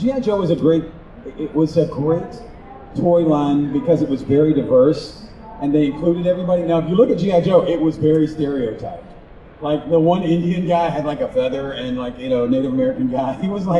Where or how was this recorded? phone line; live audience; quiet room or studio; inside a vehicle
live audience